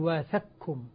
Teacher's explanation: إدغام كامل القاف في الكاف